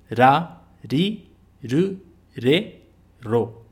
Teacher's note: É a família do R, tá bom? Ele vibra só uma vez.